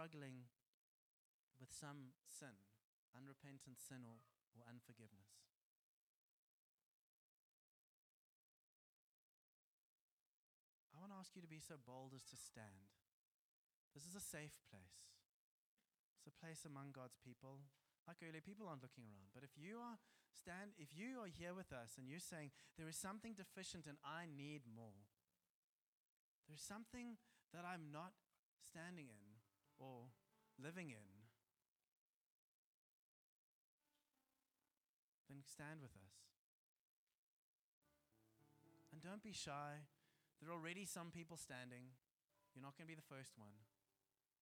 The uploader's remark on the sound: Joshua Generation Church Milnerton congregation